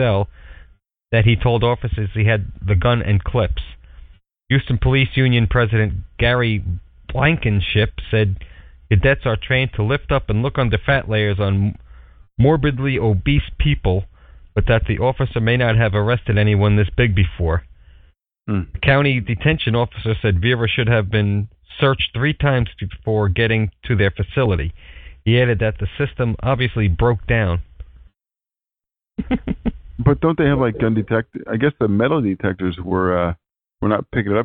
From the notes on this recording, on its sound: We tried a live broadcast through TalkShoe and will not do that again.